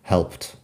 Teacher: Helped es el pasado, la pronunciación como si fuera una T al final